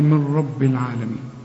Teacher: ادغام كامل بدون غنه، يعني النون بتخش في الراء ما بتبنش، وانا بريحك بقول لك كأن النون غير موجودة اشبك للميم مع الراء، قول لي من رب العالمين، والراء مفخمة، العالمين بعد العين اهي الالف.